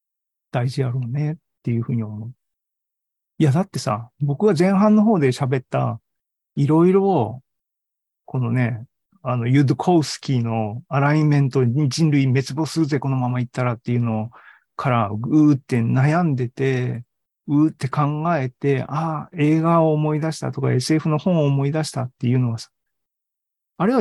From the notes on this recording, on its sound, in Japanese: ２０２３年３月２９日に開催した ZOOMライブの模様です